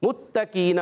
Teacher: میم ادا ہوتے ہیں ہونٹوں کے خشک حصے سے. اچھا میم پر پیش ہے اور گول بھی ہو جائیں گے.